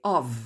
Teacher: Vous remarquerez qu'on ne dit pas off, mais of. C'est la prononciation de la lettre V plutôt.